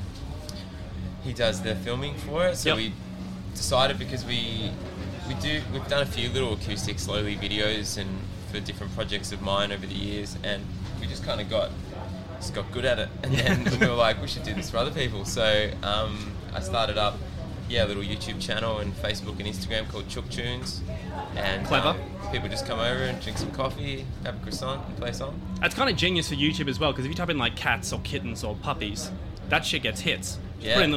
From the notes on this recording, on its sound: We go backstage at Good Things Festival in Sydney to chat with a bunch of the acts on the line-up.